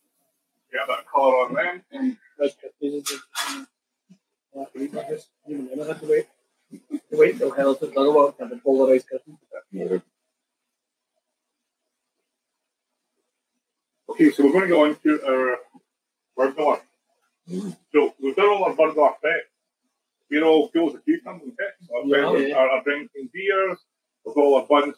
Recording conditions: poor sound quality